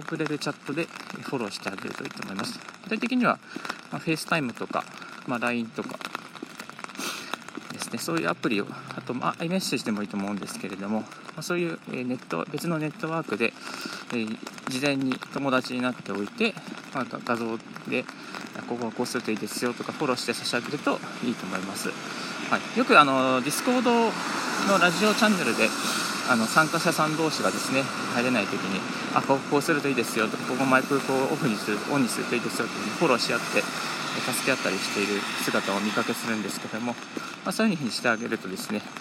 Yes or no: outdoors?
yes